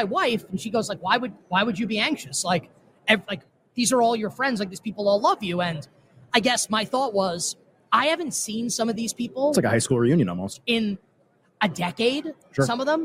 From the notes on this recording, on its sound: LIVE from Radio Row in Las Vegas!